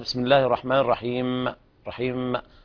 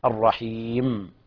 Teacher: الوقوف على الميم بالسكون يعني بدون زبزبة للحرف يعني ما فيها قلقلة · Shown in: second take · لا نقول مثلا بسم الله الرحمن الرحيم رحيم، لا بلاش هذا الصوت.